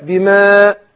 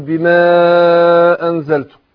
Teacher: الالف مرقق عشان قبله حرف مرقق · Shown in: second take